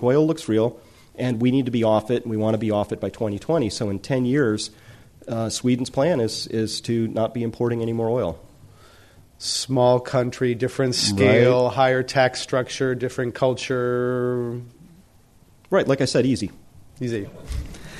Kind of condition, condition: setting, live audience